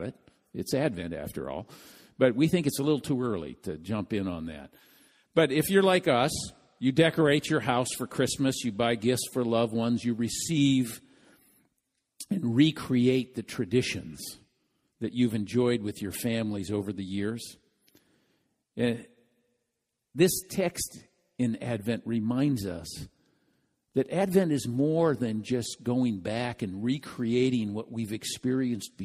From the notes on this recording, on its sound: This message was delivered during the Contemporary Worship service.